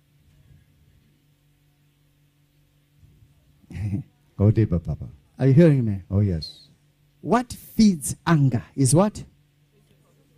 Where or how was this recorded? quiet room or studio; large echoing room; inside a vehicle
large echoing room